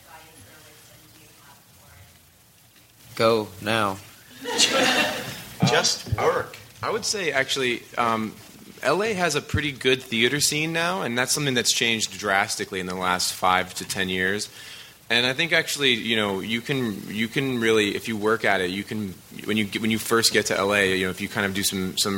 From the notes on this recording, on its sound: Actors Roundtable from ATX Television Festival